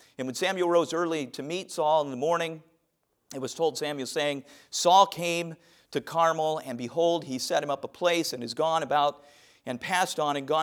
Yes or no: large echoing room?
yes